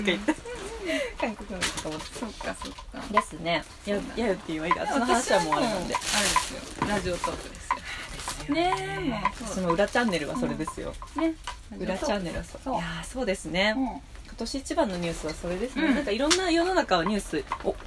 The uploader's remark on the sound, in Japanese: 岐阜 #福岡 #愛知 #犬山 #キャンプ場 #ティピー #テント #野外収録。